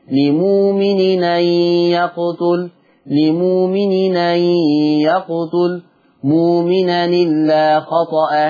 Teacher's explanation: التنوين التقى مع الهمزة، طبعا معروف لدينا حكم النقل تحذف الهمزة وتتنقل حركة الهمزة للتنوين